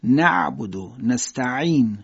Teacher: صفت زعور مال عین بود، میگفتیم نعبدو، حالت فشردگی در گلو